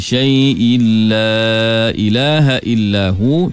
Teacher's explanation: Idgham ma'al ghunnah dalam masa yang sama dia idgham kamil. Kemasukan tanwin ke dalam lam adalah kamil, yakni sempurna, sehingga tanwin itu hilang secara total.